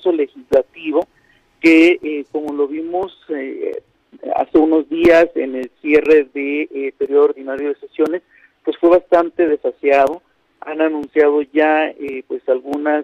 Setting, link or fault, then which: link, phone line